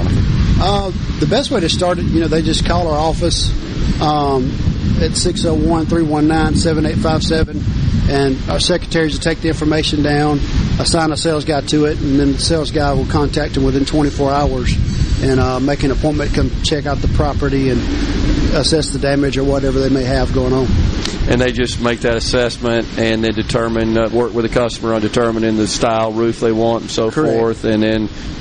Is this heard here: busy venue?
yes